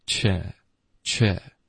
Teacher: 嘴唇要撅一点可是后面的这个 e 的音呢，它是不动嘴唇的